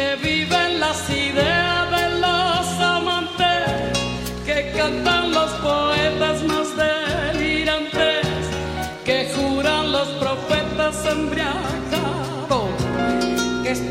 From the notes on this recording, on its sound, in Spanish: registrado en vivo en el año 1991